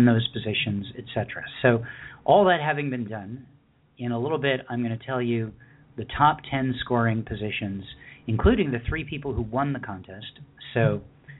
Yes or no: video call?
no